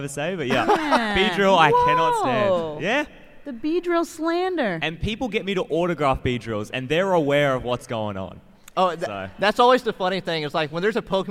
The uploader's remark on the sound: LIVE From Card Party 2023! LIVE from Card Party 2023 in California!